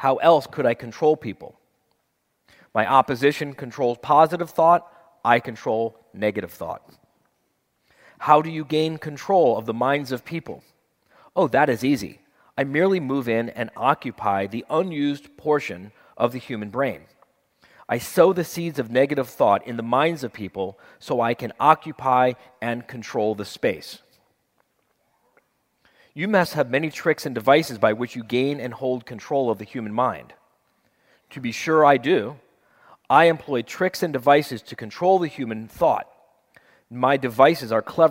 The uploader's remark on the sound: At one of his members-only Live Quarterly Meetings. This recording begins as we join a group of about 500 entrepreneurs who have flown in from all over the country.